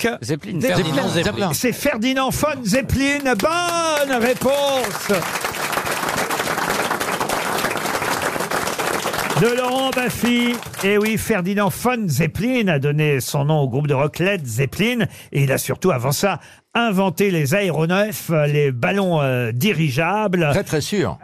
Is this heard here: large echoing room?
no